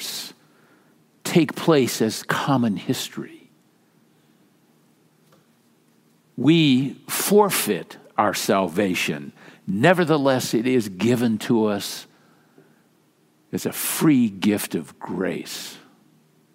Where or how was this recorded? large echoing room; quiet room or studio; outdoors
large echoing room